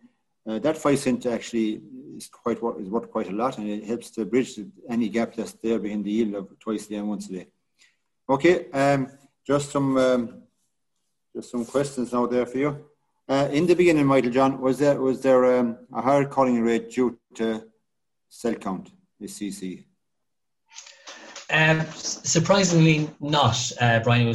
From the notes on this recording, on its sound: Teagasc is running a weekly Let's Talk Dairy webinar series which is also being made available as a bonus podcast episode. In this webinar, as part of the Once-A-Day Conference.